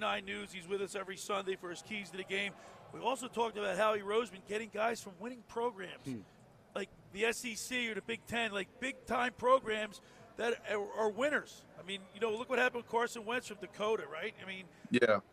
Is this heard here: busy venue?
yes